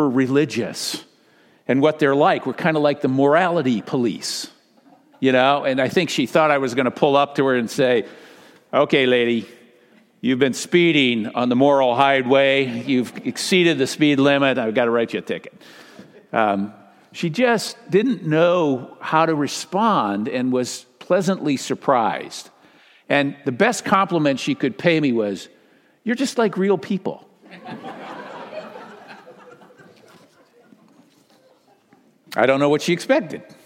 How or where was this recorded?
large echoing room